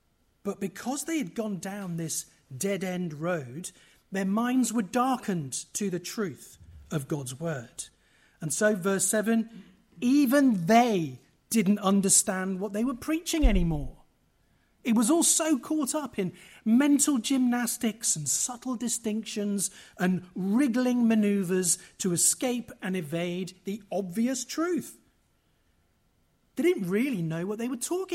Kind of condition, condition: setting, live audience